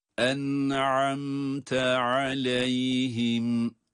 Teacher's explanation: Hem nunun okunuşunda hem mimin okunuşunda cezimli olmalarına rağmen, hatta izhar olmalarına rağmen hunne sesini duyurmalıyız.